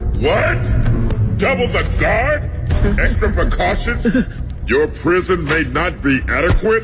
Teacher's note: 哎，鼻音也特别的足给的 · 还有加上了一种黑人英语的降调暗含着的在里面